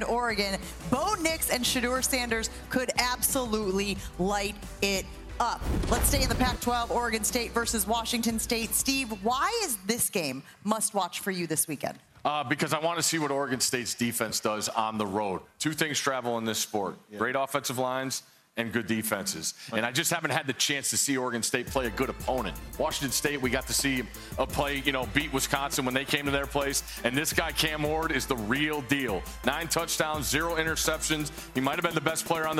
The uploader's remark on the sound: Live from Notre Dame as the fans anxiously await the the highly anticipated matchup between their Fighting Irish and the Ohio State Buckeyes.